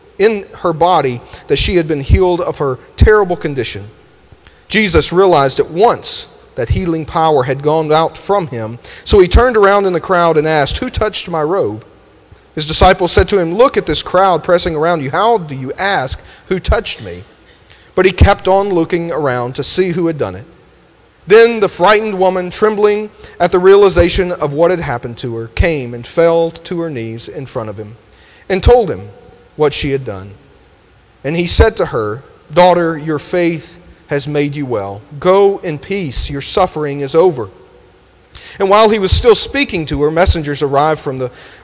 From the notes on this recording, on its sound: Delivered this sermon at Grenada First UMC.